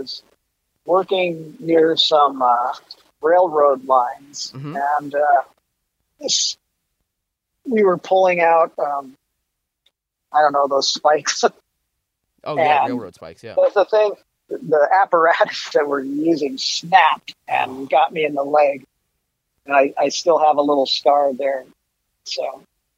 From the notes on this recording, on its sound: so I hopped on the phone